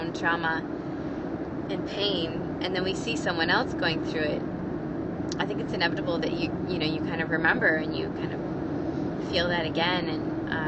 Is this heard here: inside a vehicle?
yes